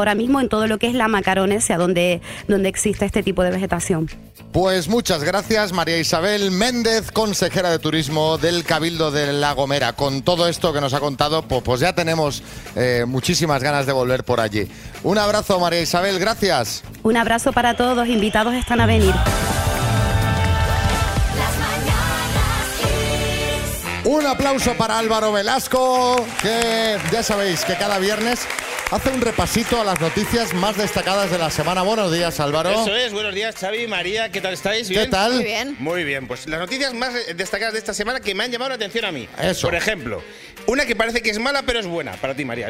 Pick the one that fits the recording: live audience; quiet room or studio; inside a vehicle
live audience